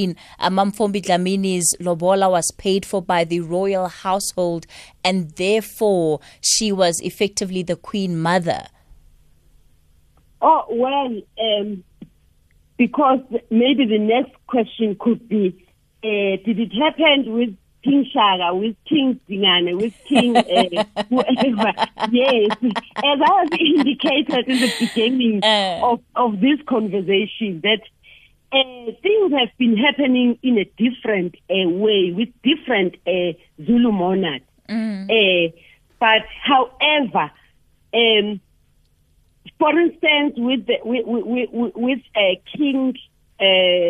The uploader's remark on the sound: we are joined on the line